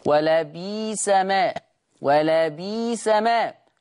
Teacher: يبدل الهمز الساكن ياء